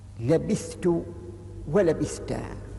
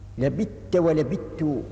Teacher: والقراء 7 منهم من قرأ لبثت ولبثتا بالإظهار، أي بالفك، بحيث لم يدغم الثاء في التاء · Shown in: first take